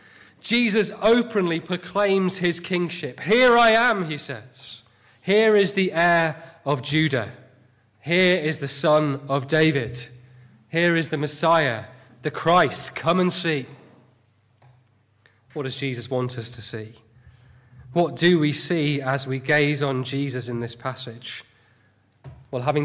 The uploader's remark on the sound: Sunday morning sermon